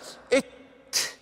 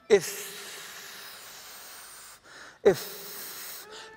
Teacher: تجد أن الهواء انقطع تماما ثم خرج دفعة واحدة · Shown in: first take · إت. لكن إف، إف، تجد الهواء يتدفق أثناء خروج الصوت، لأن الصوت الأول انفجاري، يسمونها الصوت الانفجاري أو الشديد، في حين أن الثاني علماء السلف يسمونه المهموس، اللي يخرج معه دفعة من الهواء ويخرج بهذا الشكل.